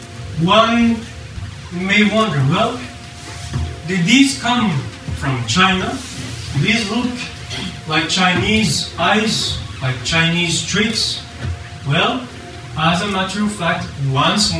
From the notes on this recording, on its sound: Part 1 of the Atlantis lecture hosted at Ottawa Public Library.